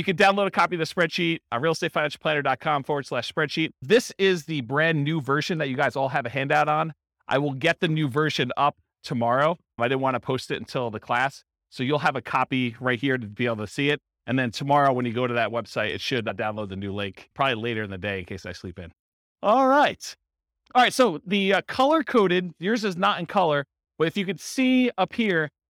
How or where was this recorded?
live audience